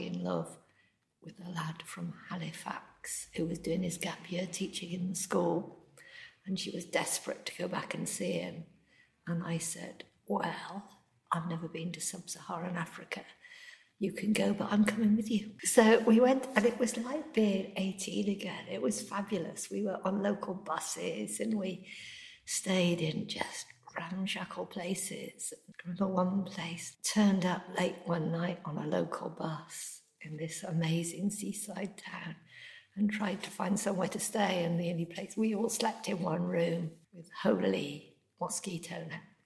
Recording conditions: echo